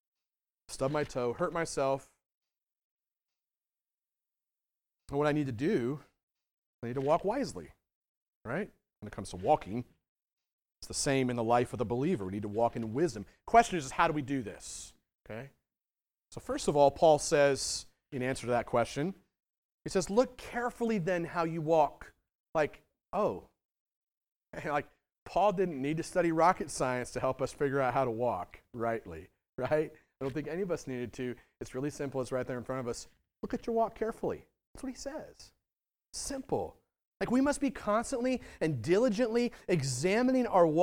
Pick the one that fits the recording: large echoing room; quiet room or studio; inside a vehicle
large echoing room